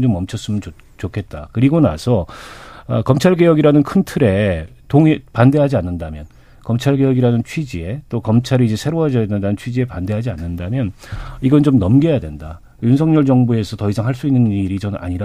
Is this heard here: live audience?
no